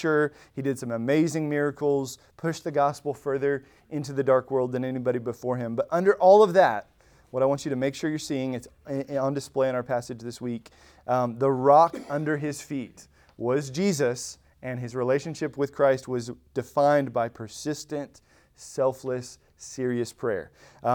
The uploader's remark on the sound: Recorded at Emmaus Church in Buford, GA.